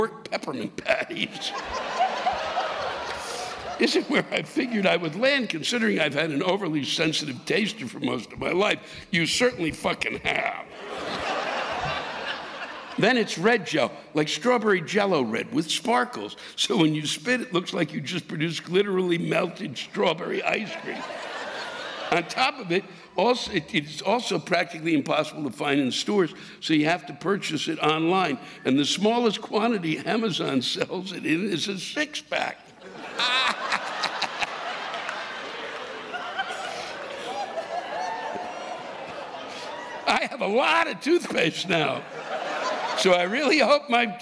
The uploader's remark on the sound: This week’s live rants come from the Brown Theater in Louisville, Kentucky on October 3, 2019